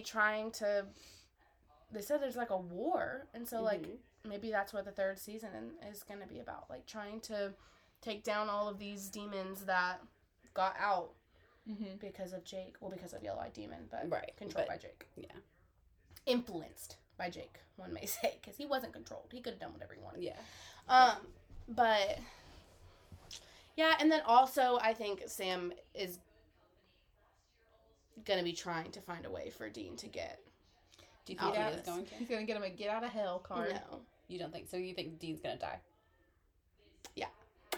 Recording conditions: background noise